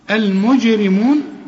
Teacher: يعرف المجرمون، يعرى الراء مفخمة، المجرمون الجيم هنعطشها ونقلقلها